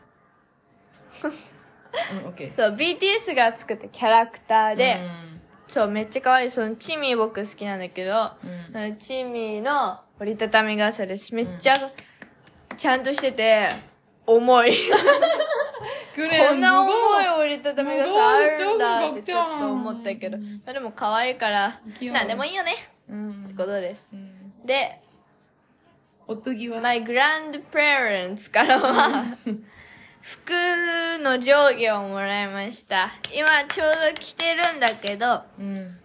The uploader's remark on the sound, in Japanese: ティーンエージャーの叫びを生活雑音と一緒にお聴きください。